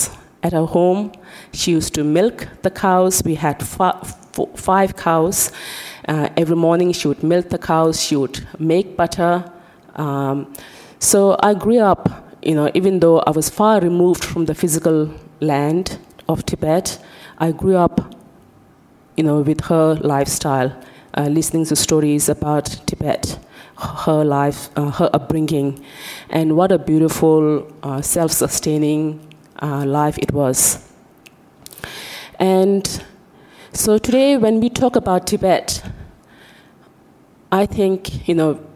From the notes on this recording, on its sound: In this public lecture